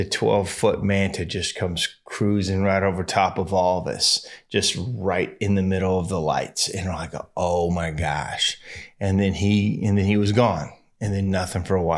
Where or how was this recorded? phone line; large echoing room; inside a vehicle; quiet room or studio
quiet room or studio